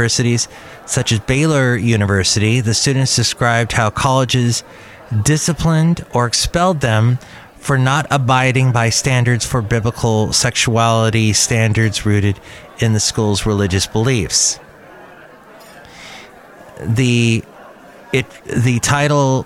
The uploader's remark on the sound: podcasts live from Cafe Anyway